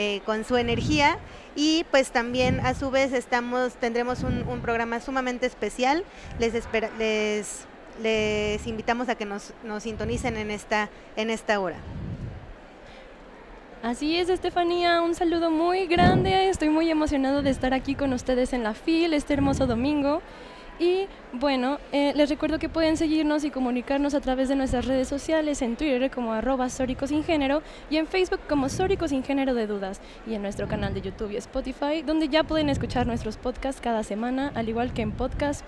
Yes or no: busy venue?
yes